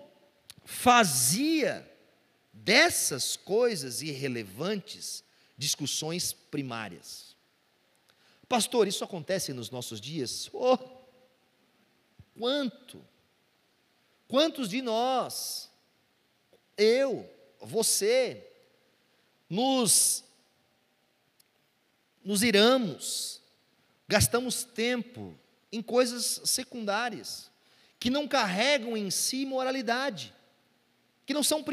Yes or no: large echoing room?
yes